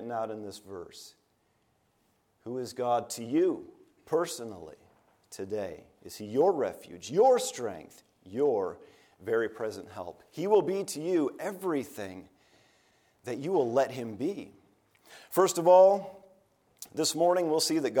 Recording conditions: large echoing room